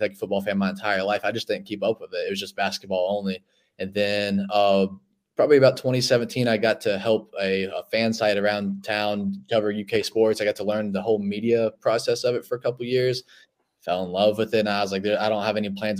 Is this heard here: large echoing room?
no